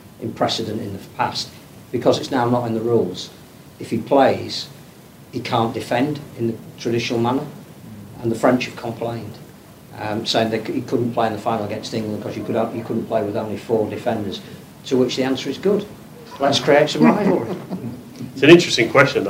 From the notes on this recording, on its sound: Forty20 LIVE at Dewsbury Library. The RLWC2021 Cultural Festival continues as we're live at Dewsbury Library.